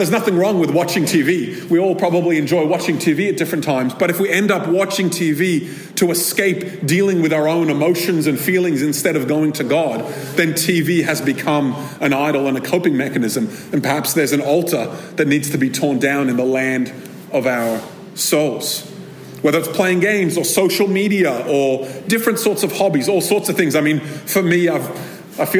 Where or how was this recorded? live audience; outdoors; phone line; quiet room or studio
live audience